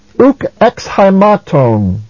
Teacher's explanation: a proclitic, no accent of its own